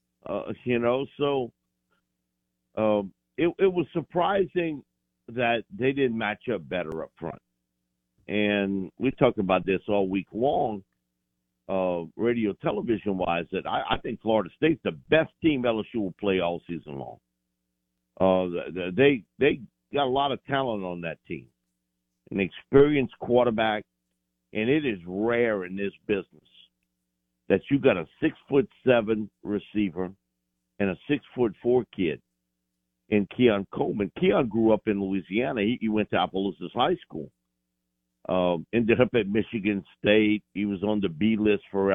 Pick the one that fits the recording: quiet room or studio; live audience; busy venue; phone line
phone line